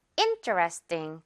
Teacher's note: 그런데 interesting 이렇게 발음 안 하니까요. in에 강세 있어서 interesting. 마지막 부분 강세 없어요. 그래서 ting보다는 띵이 되는 거죠.